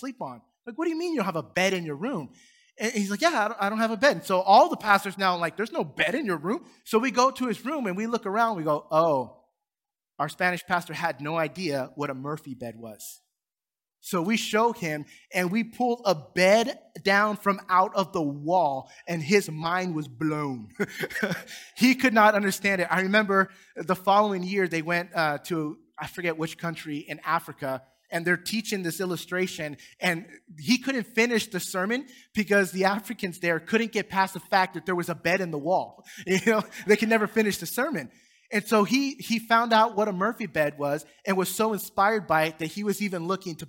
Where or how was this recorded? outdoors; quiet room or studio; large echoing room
large echoing room